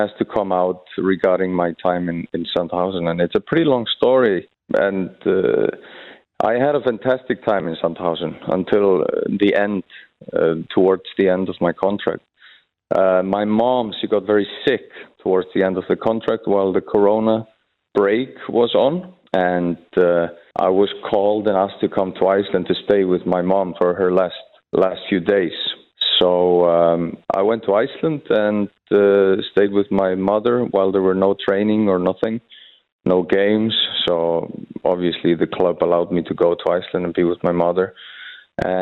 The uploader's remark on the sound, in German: Er packt am Telefon.